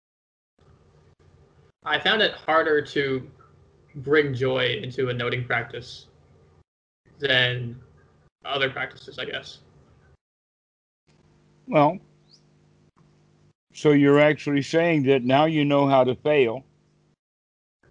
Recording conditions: video call